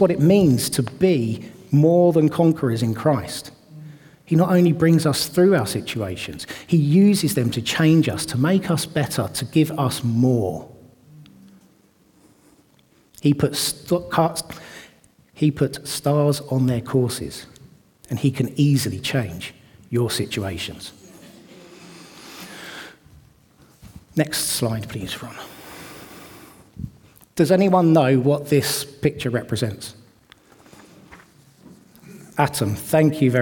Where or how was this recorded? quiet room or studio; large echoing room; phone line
large echoing room